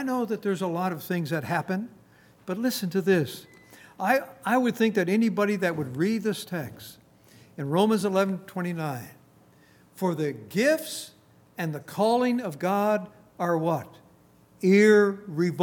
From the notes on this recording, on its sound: Recorded on July 21, 2019, at Grace Bible Fellowship in Front Royal, VA.